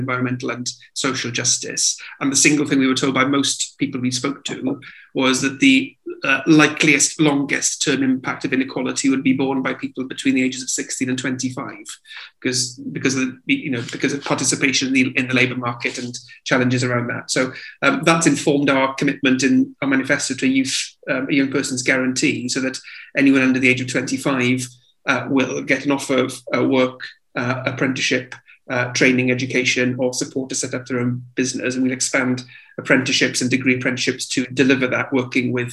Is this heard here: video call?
yes